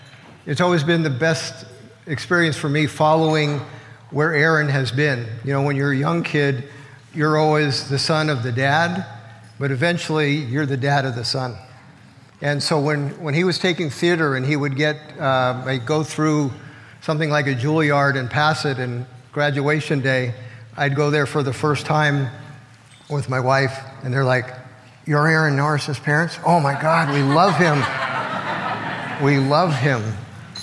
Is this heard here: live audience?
yes